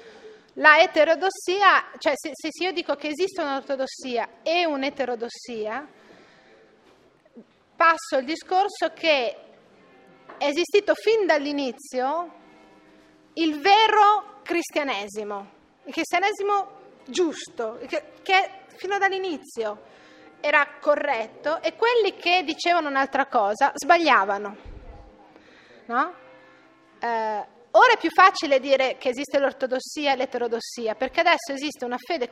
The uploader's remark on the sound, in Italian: REGISTRAZIONE DAL VIVO (2010). Episodio d'archivio, registrazione del vivo.